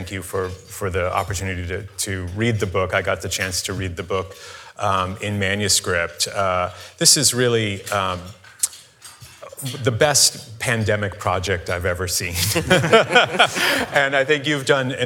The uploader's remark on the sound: This program was recorded live on February 9, 2024.